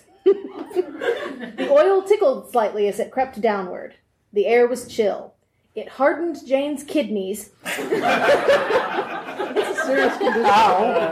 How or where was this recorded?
live audience